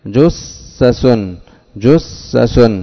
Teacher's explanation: فعندنا ثلاث سينات، الأولى ساكنة والأخيرتان متحركتان